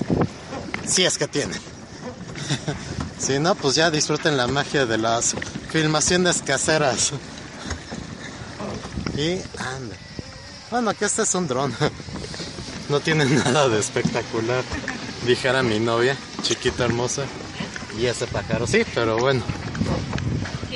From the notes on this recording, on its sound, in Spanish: Viaje en lancha en el Parque Bicentenario de Metepec. Material audiovisual de un recorrido por el pequeño embarcadero ubicado en el Parque Bicentenario del Pueblo Mágico de Metepec, en el Estado de México.